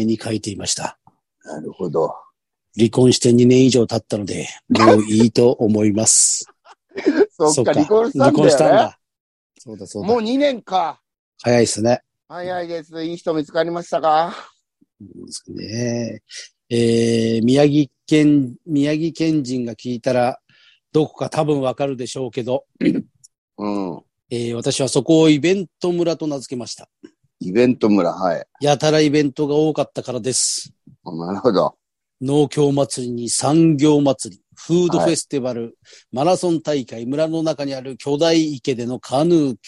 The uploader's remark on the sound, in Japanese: ZOOMで収録